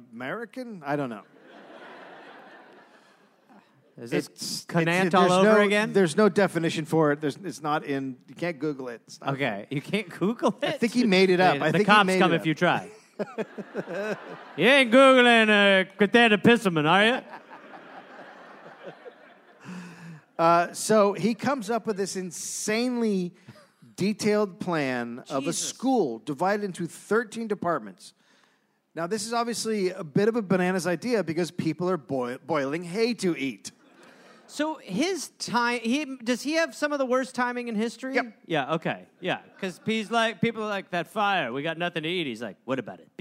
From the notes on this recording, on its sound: Recorded live in Michigan.